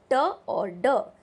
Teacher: these consonant sounds are known as एल्विलार plosives